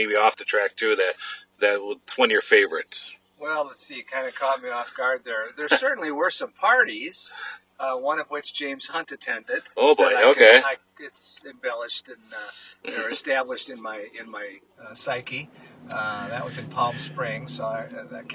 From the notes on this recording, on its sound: joined live at Road America